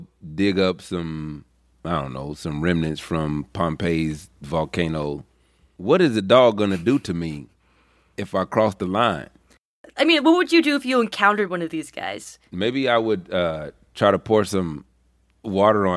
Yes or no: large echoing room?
no